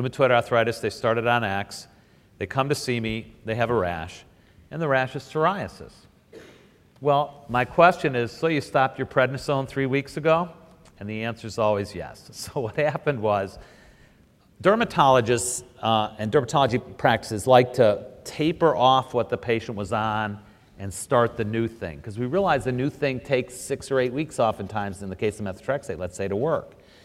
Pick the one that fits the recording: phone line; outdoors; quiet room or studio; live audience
live audience